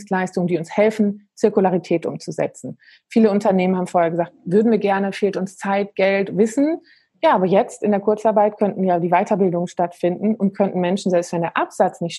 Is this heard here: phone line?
no